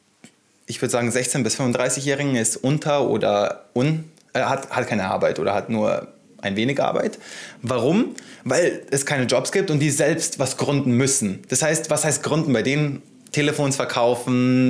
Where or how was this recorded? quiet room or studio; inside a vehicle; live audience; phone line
quiet room or studio